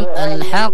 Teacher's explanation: الحق لأنه مشدد ونحن لما نقف عليه لابد أن نقلقله لكي نبين المشدد